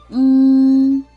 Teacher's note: 舌根抬高同时呢，软腭和小舌下降，跟舌根相接触，封闭了这个口腔通路。